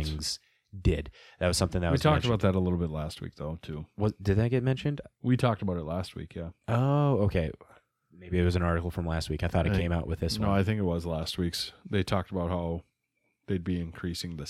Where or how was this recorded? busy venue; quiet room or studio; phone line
quiet room or studio